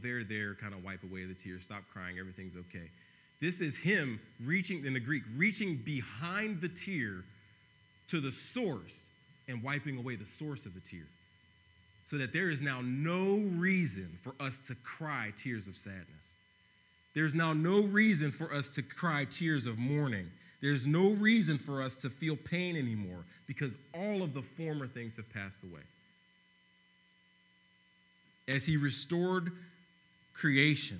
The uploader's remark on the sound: preached on November 22, 2015 at Veritas East